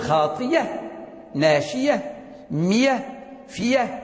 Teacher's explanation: إذن فإذا سهلنا هذه الهمزة المفتوحة ودبرناها بحركتها التي هي الفتح، فجعلناها متوسطة بين الهمزة والألف الساكنة، فإننا نكون قد خرجنا عن نطاق العربية، لأنه لا توجد ألف قبلها ضمة ولا كسرة، فتعين أن نبدلها، أي أن ندبرها بحركة ما قبلها، أن نبدلها بحرف من جنس حركة ما قبلها · Term: الإبدال